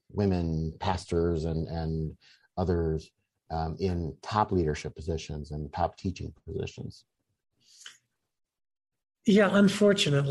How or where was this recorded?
video call